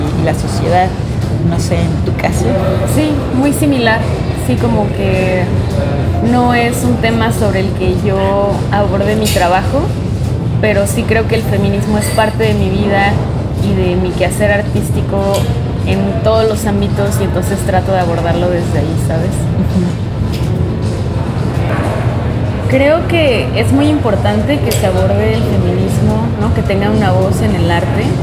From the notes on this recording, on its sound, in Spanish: Grabada en el evento Woman Is Art desde el Hotel ME Cabo.